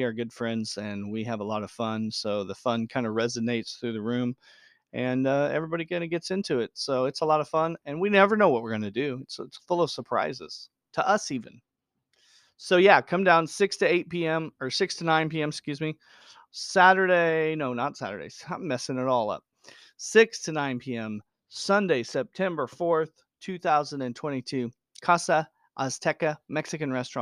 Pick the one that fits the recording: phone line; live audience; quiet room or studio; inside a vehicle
quiet room or studio